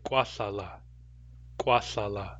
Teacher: There we're using the la with the plain L after an a. That's where we use that ending.